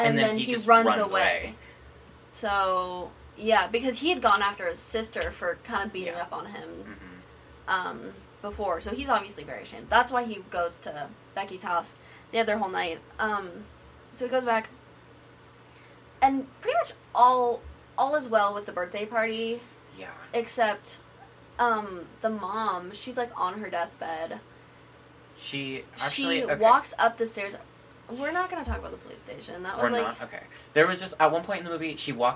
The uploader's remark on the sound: Im Sorry headphone users